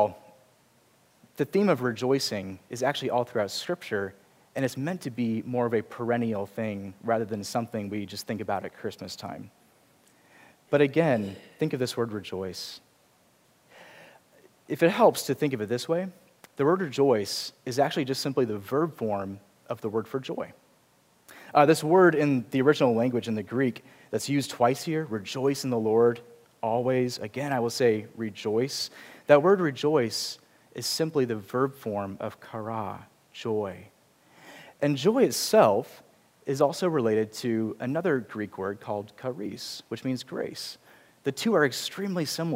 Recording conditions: large echoing room